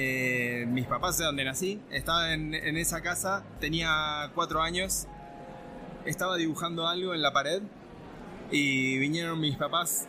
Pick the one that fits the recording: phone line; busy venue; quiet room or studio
busy venue